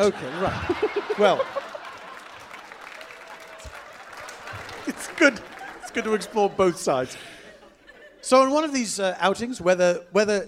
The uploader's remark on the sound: Recorded Live at The Bumbershoot Festival in Seattle, WA.